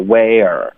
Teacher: We'll see where it goes. Where 没有卷舌，你一定要卷舌，不能发 will，要 where